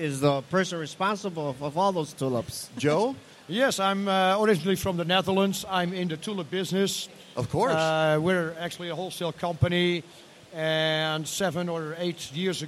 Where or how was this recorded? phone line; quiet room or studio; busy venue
busy venue